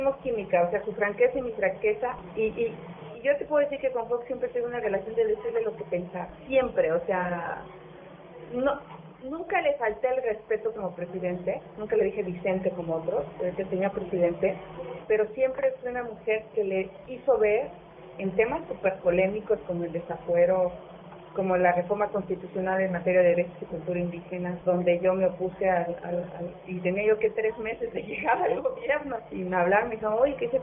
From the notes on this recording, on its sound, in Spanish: Grabado en 2010 (Low-fi). Grabado en Low-Fi.